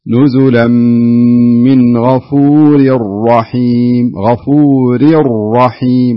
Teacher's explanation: راء الأولى مرققة والثانية مفخمة، فنقرأها بهذا الشكل: نزلا من غفور الرحيم، غفور الرحيم. · Term: التفخيم